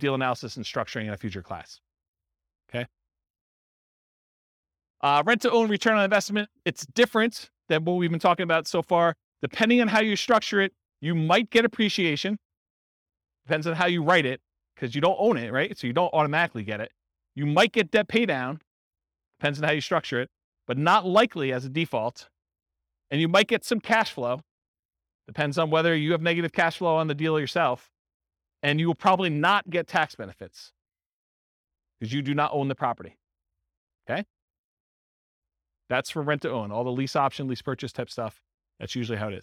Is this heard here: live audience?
yes